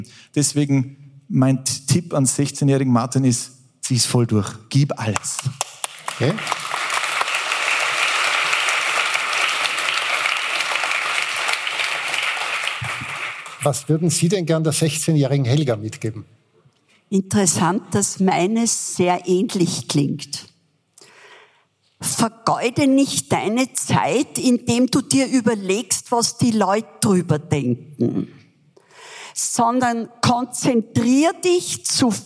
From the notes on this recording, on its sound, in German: Live vom FAQ Bregenzerwald 2023. In der Tischlerei und Zimmerei Kaufmann in Reuthe.